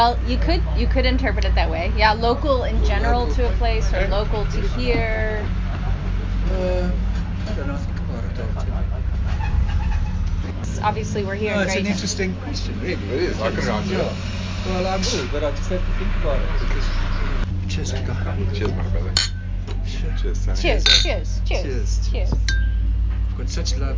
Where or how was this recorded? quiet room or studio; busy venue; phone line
busy venue